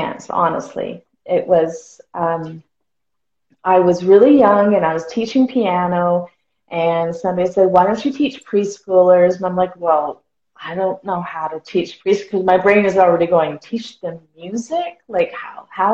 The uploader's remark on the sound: originally from an Instagram Live session on Sing Create Play